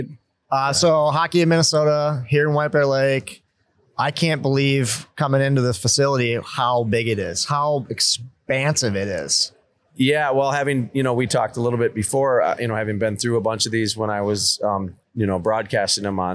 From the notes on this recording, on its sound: On location in White Bear Lake for Hockey Day Minnesota.